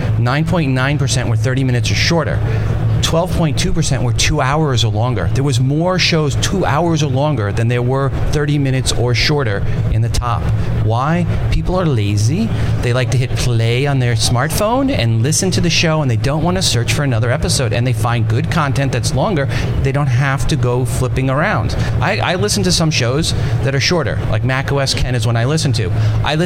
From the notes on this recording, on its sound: Day 3 Live at NAB show 2017! Live from the NAB show 2017 Advanced Advertising Pavilion.